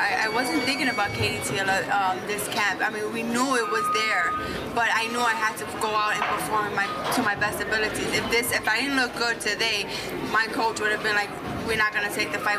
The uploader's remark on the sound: Post Fight press Conference